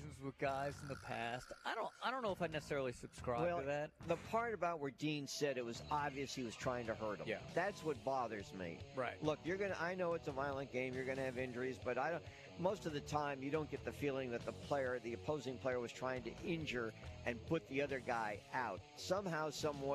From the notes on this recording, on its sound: live from Baumhower's Victory Grill